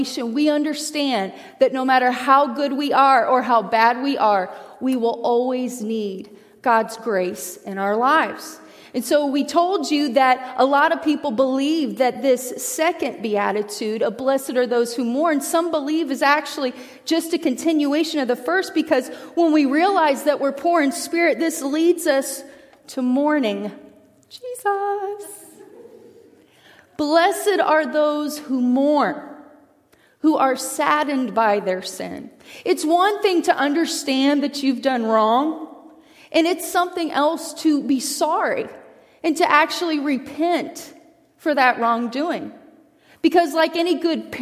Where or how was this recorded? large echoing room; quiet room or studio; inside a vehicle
large echoing room